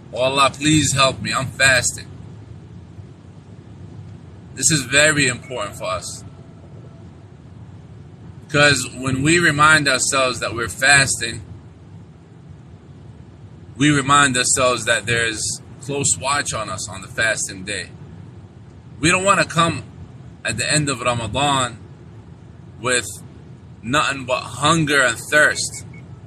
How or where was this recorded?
inside a vehicle